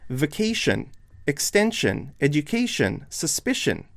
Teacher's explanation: the stress is on the penultimate syllable